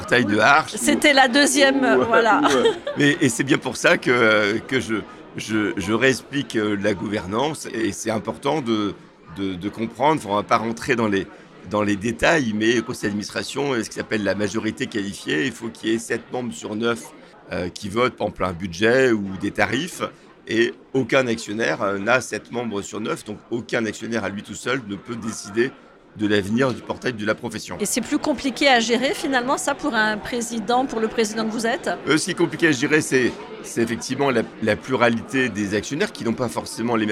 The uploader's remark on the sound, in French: Cet interview a été enregistrée en live d'Immo, le Congrès immobilier FNAIM qui s'est tenu les 4 et 5 décembre à Paris.